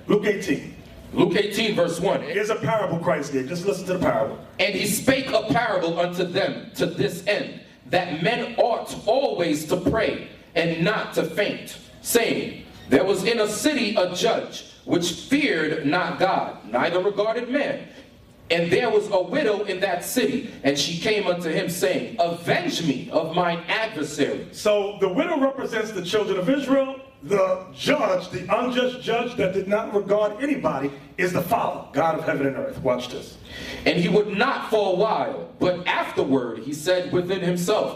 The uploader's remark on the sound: In this show we have a lecture at FAMU University.